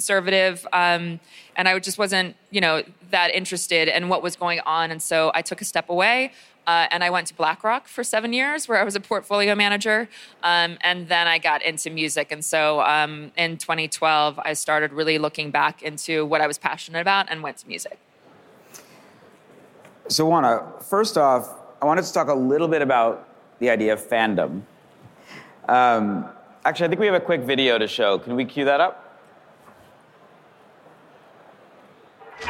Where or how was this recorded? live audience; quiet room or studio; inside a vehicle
live audience